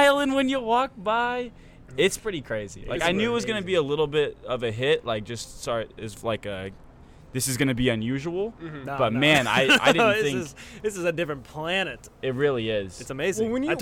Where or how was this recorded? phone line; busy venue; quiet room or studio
busy venue